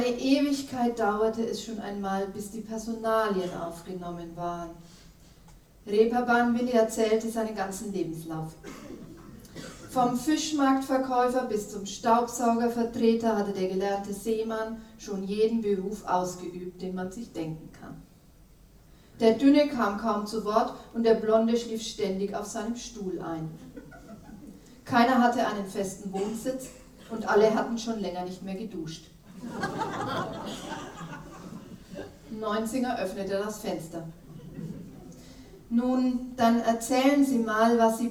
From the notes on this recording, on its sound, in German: Ein Live-Mitschnitt der Buchpräsentation. Von einer Buch-Premiere einen Hörbeitrag.